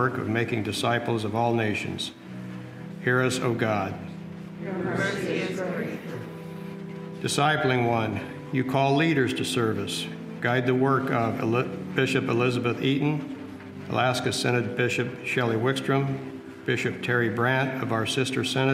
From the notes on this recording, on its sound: Resurrection Lutheran Church Sunday Service.